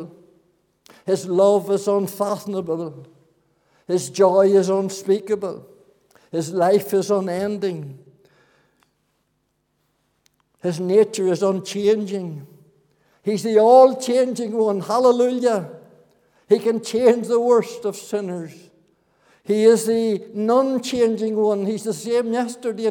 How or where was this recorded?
large echoing room